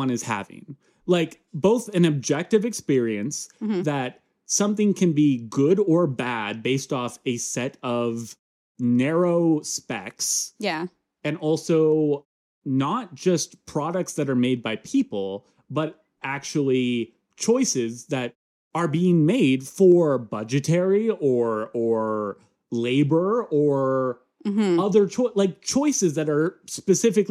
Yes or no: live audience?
no